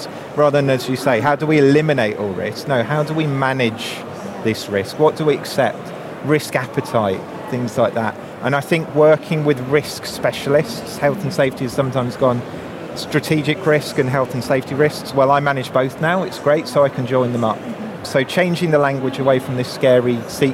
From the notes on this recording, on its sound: In this episode, we drop in on a panel debate. Recorded in the Operational Excellence Theatre at Safety & Health Expo in May.